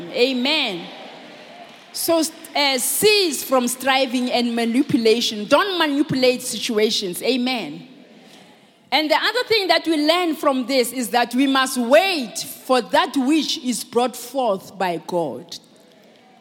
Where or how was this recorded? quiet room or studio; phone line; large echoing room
large echoing room